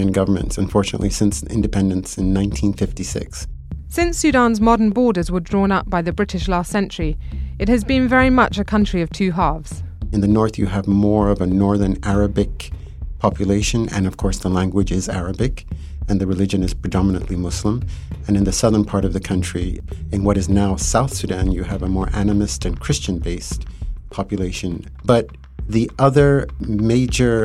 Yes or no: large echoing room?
no